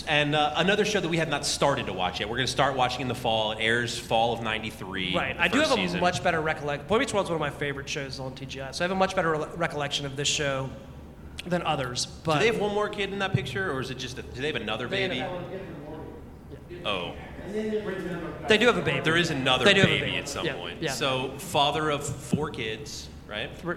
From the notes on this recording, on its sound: Awesome Con 2023 LIVE. Live from Awesome Con 2023 in DC.